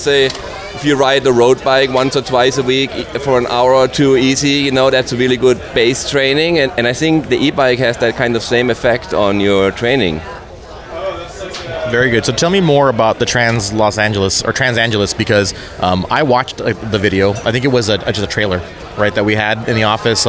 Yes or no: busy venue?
yes